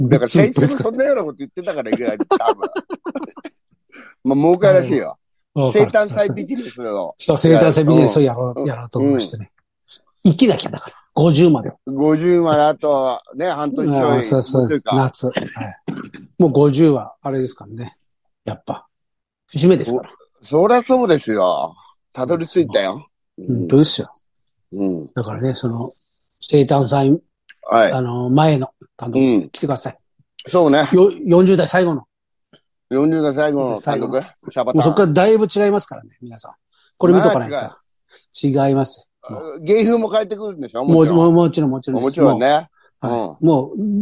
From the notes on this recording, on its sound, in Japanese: ZOOMで収録